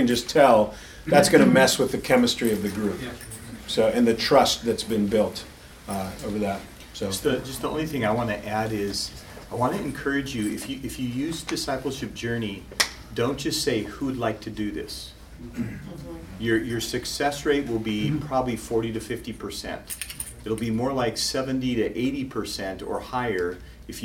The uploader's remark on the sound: The following audio comes from the National Disciple Making Forum by Discipleship dot org. Lionshare hosted a track called “The Holy Spirit and Transformation.” That’s where we recorded the audio for today’s episode. A Live Small Group Demonstration.